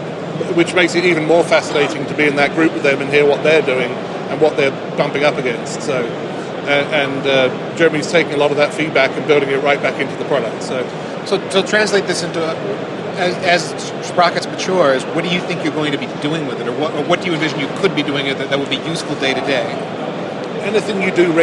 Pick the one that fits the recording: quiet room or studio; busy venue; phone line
busy venue